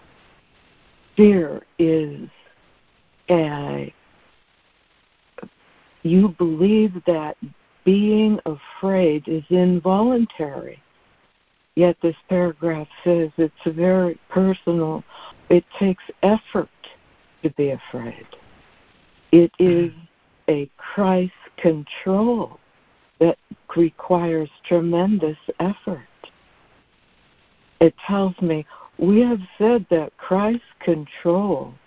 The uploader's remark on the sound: ACIM Daily Conference Call